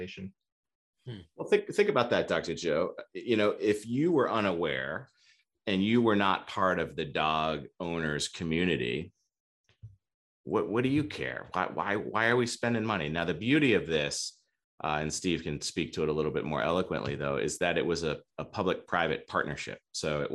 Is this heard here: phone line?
no